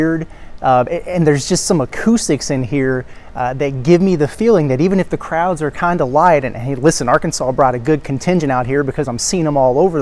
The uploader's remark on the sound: Live on site at the Imperial Ballroom from Paradise Island, Bahamas.